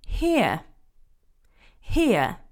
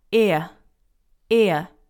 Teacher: This diphthong consists of a short I sound and the schwa, and the sound I glides into the schwa · Term: diphthong ear